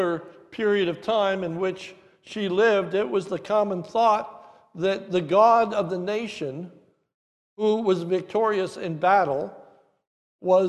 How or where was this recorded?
large echoing room